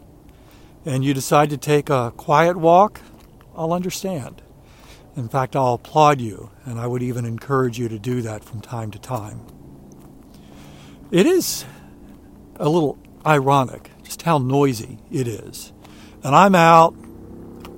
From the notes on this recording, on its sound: During today's ten-minute walk